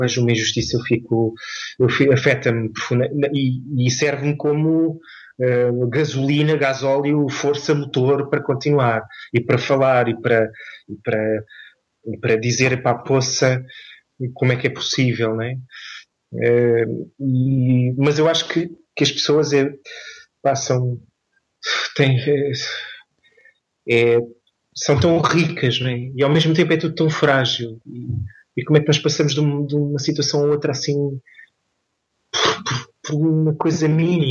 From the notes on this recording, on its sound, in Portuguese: Vivia em Portimão, e aí volta o Skype a entrar em acção. Emprestou o computador ao pai, conseguimos estabelecer contacto. Normalmente este tatear dos convidados é feito pessoalmente, antes do gravador estar ligado, mas no Skype perde-se essa ambientação.